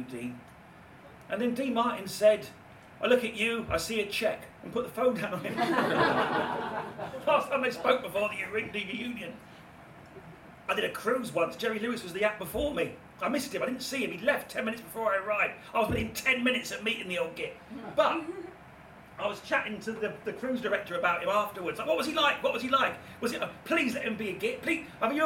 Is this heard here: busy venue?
yes